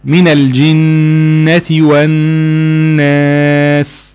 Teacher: في كلمة الناس ايضا في نون مشددة غنة تغنى بمقدار حركتين